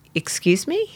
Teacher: And I do find that whenever I say, excuse me, you know, with that sort of little polite question mark at the end, uptalk, that people tend to retreat.